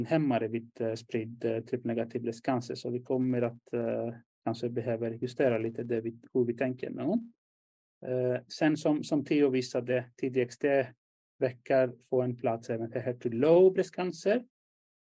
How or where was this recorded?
video call